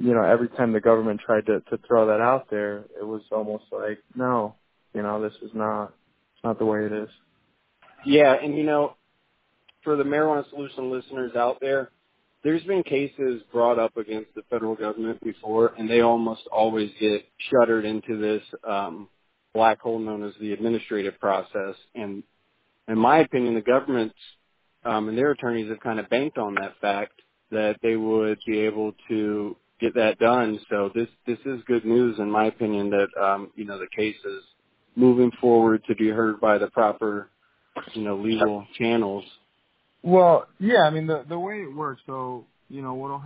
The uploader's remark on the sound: This was recorded by phone after the hearing while he was on his way to his next meeting.